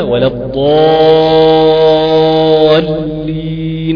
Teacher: الضالين دي فيها مد 6 حركات، مد طويل من اطول المدود عندنا